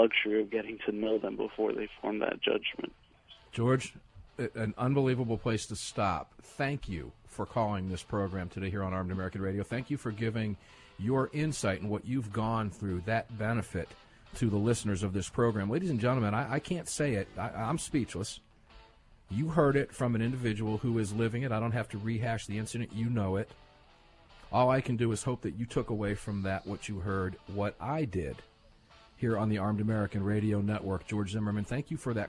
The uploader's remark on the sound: Receives a surprise phone call. On Armed American Radio.